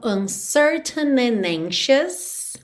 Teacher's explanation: quando a próxima palavra começa em vogal, eu já junto o N na próxima vogal e esqueço do D, ok? Então, uncertain and anxious.